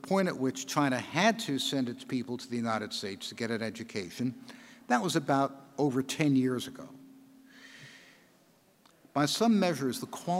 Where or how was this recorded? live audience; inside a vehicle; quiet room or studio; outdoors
live audience